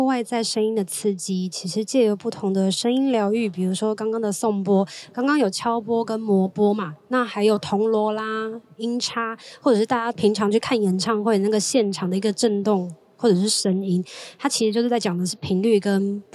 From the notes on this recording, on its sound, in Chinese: 帶大家到《好多好多唱談祭》戶外錄音